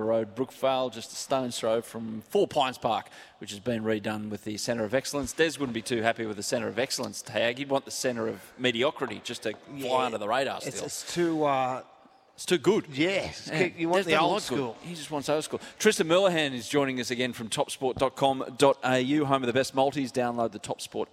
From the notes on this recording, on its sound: live from Seadoo in Brookvale